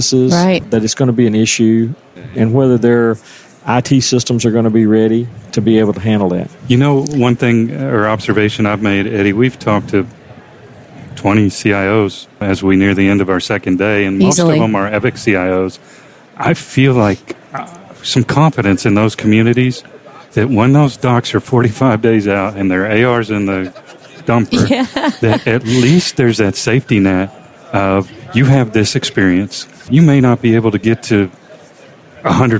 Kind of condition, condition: setting, busy venue